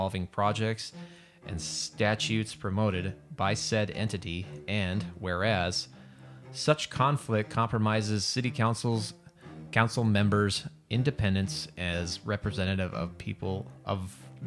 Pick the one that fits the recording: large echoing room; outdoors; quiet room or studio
quiet room or studio